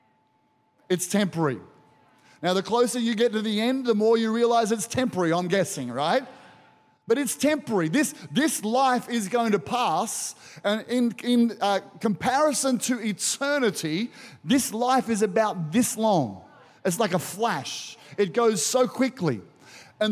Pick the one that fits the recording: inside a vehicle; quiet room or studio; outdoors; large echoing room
large echoing room